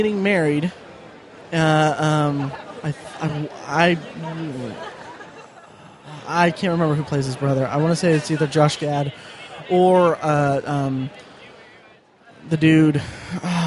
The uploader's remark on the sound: Live at Indy PopCon 2014. Recorded live from our booth at Indy PopCon! We had some down time at Indy PopCon on Sunday.